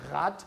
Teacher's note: Wir hätten zum Beispiel auch Auslautsverhärtung des deutschen Rad ausgesprochen als T. Da wird einfach aus D, T unter Voraussetzung, wenn das im Auslaut steht.